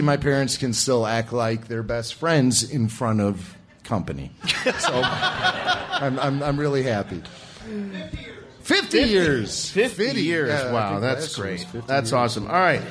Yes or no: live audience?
yes